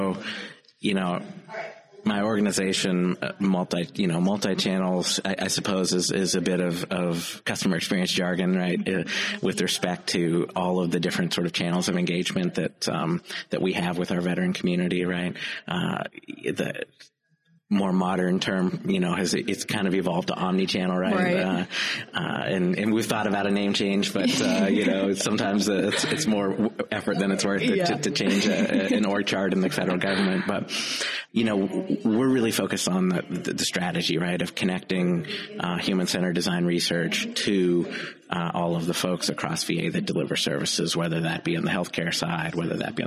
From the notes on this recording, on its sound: Joined us live from HIMSS 2023 in Chicago.